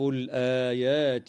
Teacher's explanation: ووقفا لفتحها في كلمة درست، وتظهر لام التعريف في كلمة الآيات، وتمد الألف التي بعد الهمزة في هذه الكلمة بمقدار 2 حركات من قبيل مد البدل